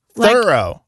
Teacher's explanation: pronounced Thoreau, with the accent on the first syllable